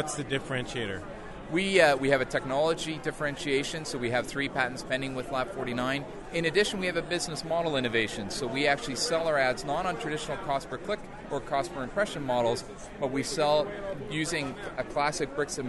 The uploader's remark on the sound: Live Recordings from Ad-Tech New York